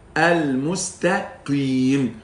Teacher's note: لان القاف مكسورة وحرف الاستعلاء اذا كسر بيكون في ادنى مراتب التفخيم ما بقولش مركب ولكن اقول في أدنى مراتب التفخيم المستقيم.